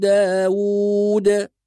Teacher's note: القلقلة في حرف الدال لما وقفنا على كلمة داود، صارت الدال ساكنة فتأخذ حكم القلقلة.